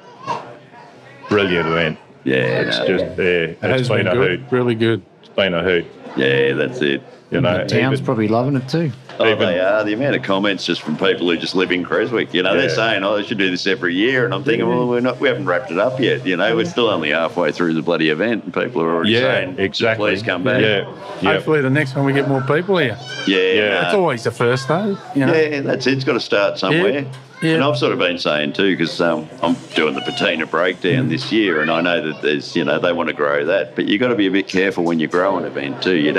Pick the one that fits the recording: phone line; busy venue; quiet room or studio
busy venue